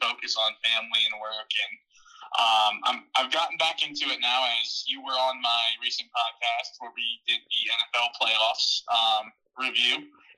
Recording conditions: poor sound quality